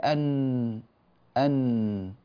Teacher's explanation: طرف اللسان لو وضعناه مع اللثة العليا اللي هي لحمة الأسنان من الداخل، اللثة تخرج لنا النون